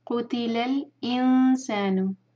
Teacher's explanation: نون ساکن یہاں پر ہم کریں گے اخفاء نون کو چھپائیں گے اور دو سیکنڈز کا ٹائم دے کر پھر آگے پڑھیں گے